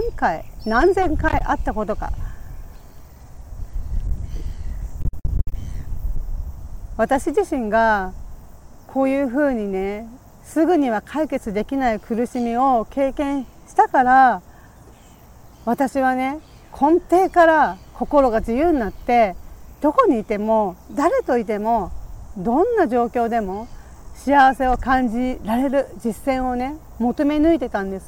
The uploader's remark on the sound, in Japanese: 強風で、途中、風の音で音声が悪くなってしまい、すいません